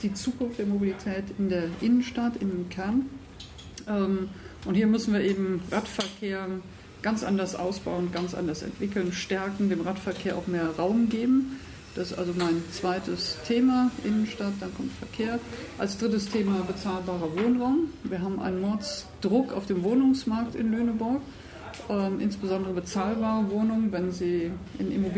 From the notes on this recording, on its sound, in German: Audio-Zusammenschnitt: Dinner4Two-Veranstaltung. In Lüneburg.